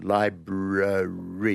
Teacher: you've got to get your tongue in place for the first R and then get it out of the way for the vowel and then back for the next one